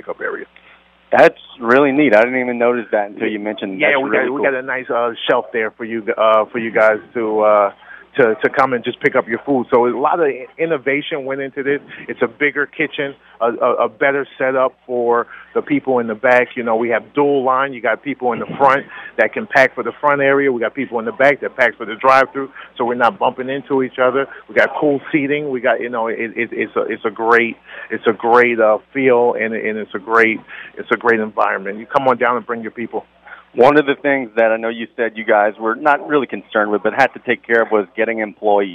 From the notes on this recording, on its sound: We are LIVE at Popeye's in Larose for the store's grand opening. We talk with store employees and celebrate the re-opening at their Larose location.